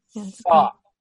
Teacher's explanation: It looks flat on top. Welcome to America. We don't round our lips a ton here. The British accent that we're after has a lot more lip rounding.